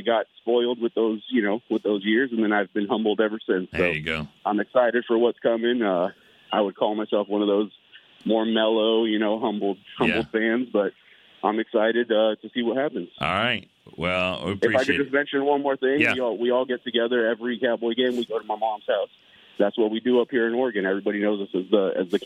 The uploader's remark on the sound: The fans called.